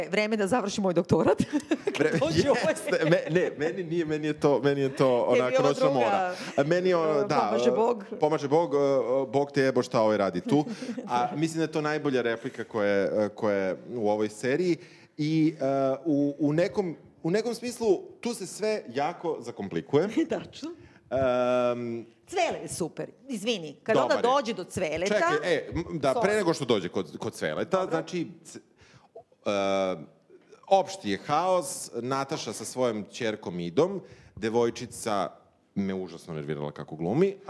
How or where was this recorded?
live audience